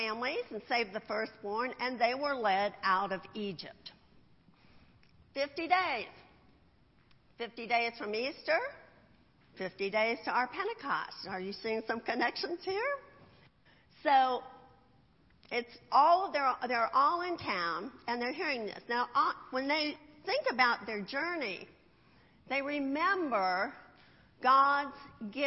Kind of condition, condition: setting, large echoing room